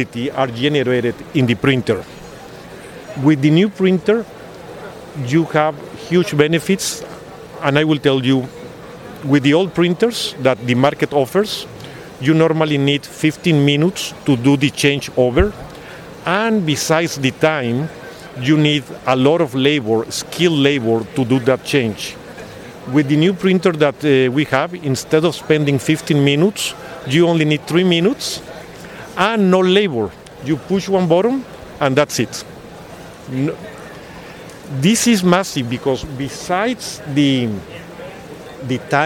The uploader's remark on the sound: APEX 2023 – EMSNOW & SCOOP On Location